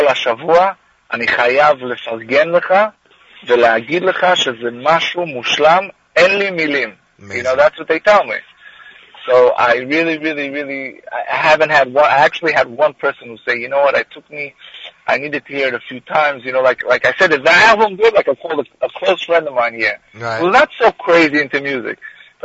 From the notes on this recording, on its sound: will phone in from Israel